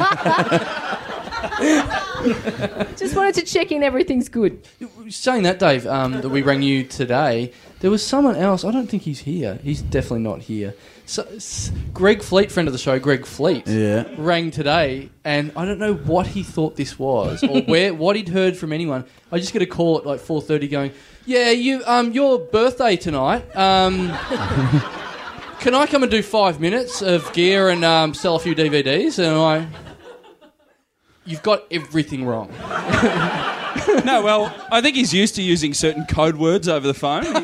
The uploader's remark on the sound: Recorded LIVE at Softbelly Bar.